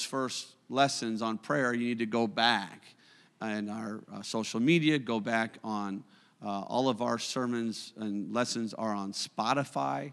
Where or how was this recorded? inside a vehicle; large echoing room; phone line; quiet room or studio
large echoing room